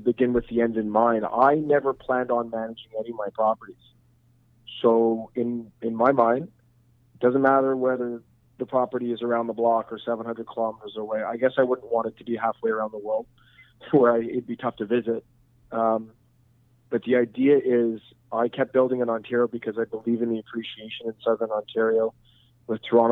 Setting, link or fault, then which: link, phone line